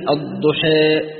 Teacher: أما الإمالة الصغرى أو ما يسمى بالتقليل أو بين يعني بين الفتح وبين الإمالة الكبرى، هو النطق بالألف بحالة بين الفتح والإمالة الكبرى، نحو قوله الضحى، الإمالة الكبرى فيها الضحى، الإمالة التقليل الضحى، الفتح الضحى.